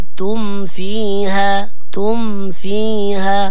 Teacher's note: نطبق على الشفتين عند الميم ومن ثم ننتقل إلى الفاء بدون تطويل الغنة · Term: الميم الساكنة عند الفاء